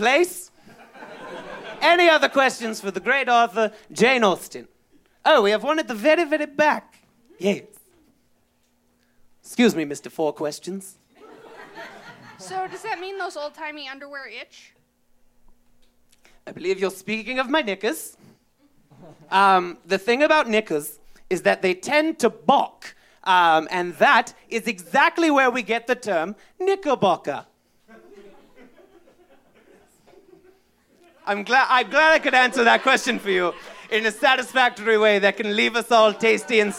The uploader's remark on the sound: Presentation of our live show from 6/30/18 at the beautiful Monocle in St.